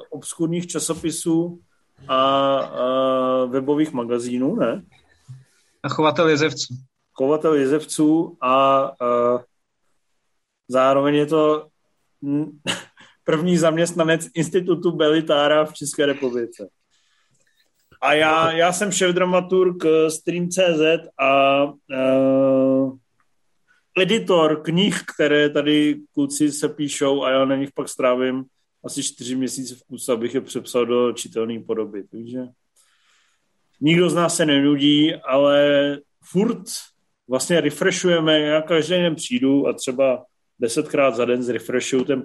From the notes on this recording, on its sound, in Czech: Nejnovější MZ Live nečekaně přes Zoom